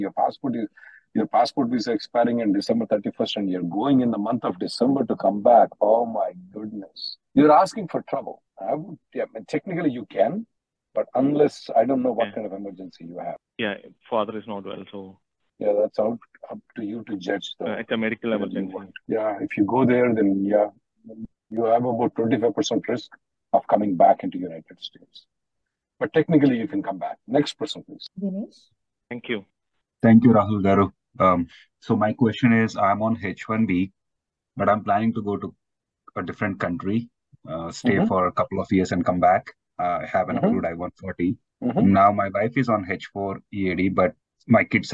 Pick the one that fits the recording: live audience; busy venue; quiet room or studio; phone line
phone line